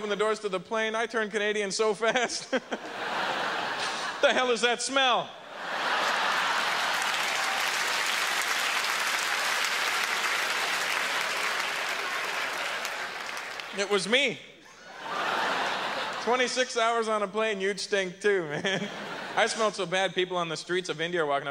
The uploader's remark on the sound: delivers an early career performance at the 1998 Just for Laughs Festival in Montreal